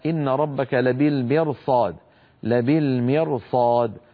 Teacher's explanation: تفخيم الراء الساكنة المكسور ما قبلها والتي بعد حرف استعلاء غير مكسور